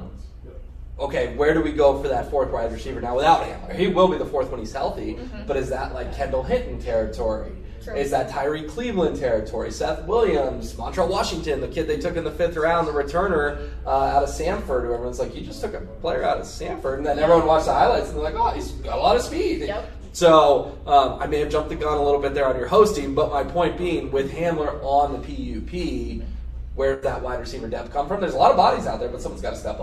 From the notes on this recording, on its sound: Live from UC Health Training Center as the Denver Broncos begin training camp!